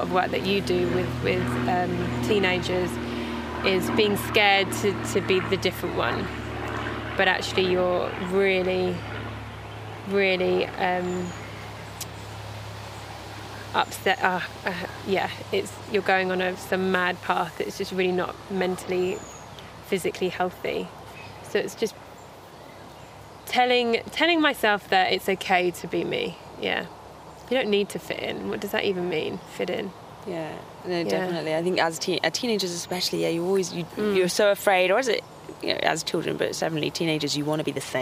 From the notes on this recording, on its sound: Recorded al fresco in Epping Forest